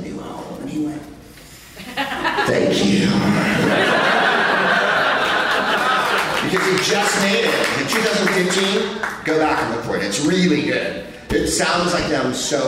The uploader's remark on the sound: Live from the Tacoma Comedy Club in Tacoma